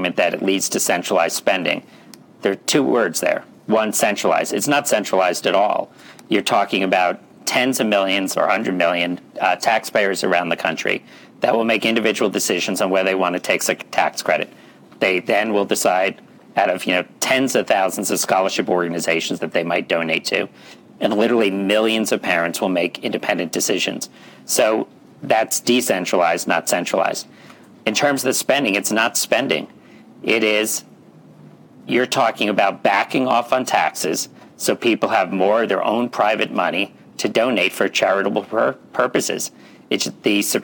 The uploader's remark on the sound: The audio here comes from that event.